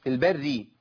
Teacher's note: كل كلمه كلها مرققه الراء مشدده بالكسر